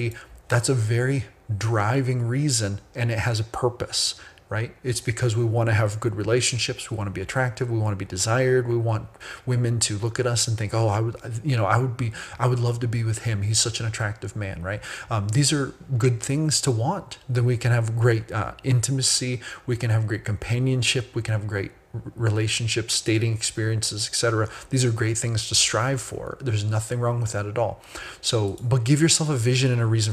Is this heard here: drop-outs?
no